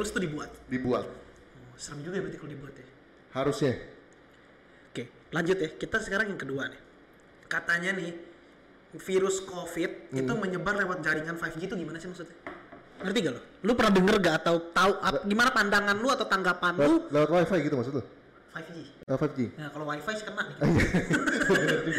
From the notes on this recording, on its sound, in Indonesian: maaf ya suaranya agak jelek karena sound-nya belum di setting.